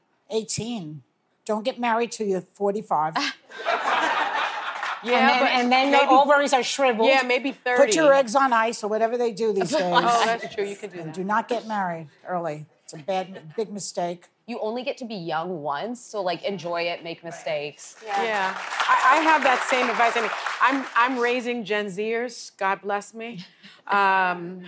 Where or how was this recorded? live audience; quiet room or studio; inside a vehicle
live audience